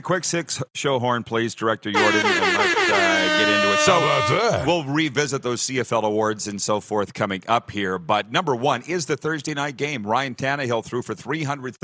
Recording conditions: busy venue